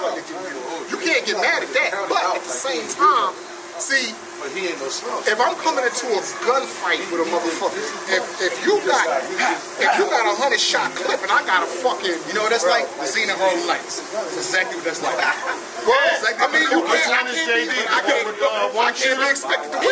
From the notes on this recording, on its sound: On Location At The Wissahickon Bar And Bistro 5109 Rochelle Ave. Philadelphia, PA 19128.